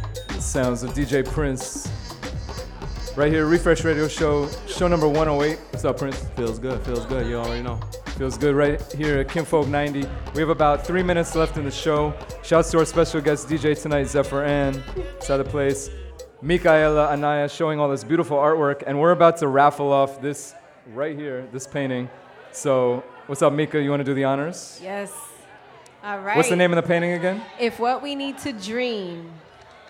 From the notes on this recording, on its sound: Originally broadcast live on May 17, 2018 from the storefront of Kinfolk 90 in Williamsburg, Brooklyn, New York City.